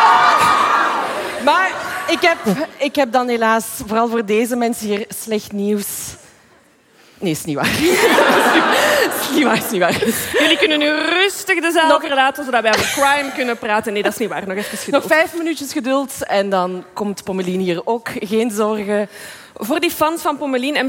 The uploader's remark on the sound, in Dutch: live vanop het DS Podcastfestival in Oostende